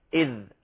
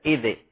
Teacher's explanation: احذر بارك الله فيك من قلقلة، كما قلنا حرف الذال ساكن · Shown in: first take